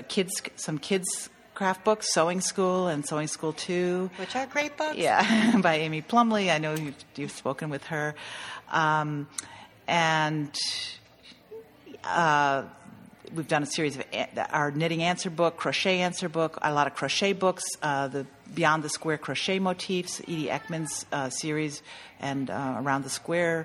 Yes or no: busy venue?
yes